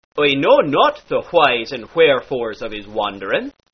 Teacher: In any word that is written with a WH, swap round those two sounds to HW. If truth be told, 'tis very nearly the same sound, it simply involveth a bit more breath.